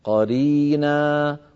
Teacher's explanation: المد العوض أيها الإخوة بمقدار حركتين، قرينا ولا يزيد على ذلك، لا يصح تطويله عند الوقف.